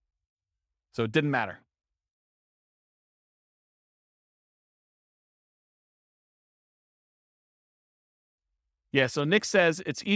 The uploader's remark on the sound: This was a live class recorded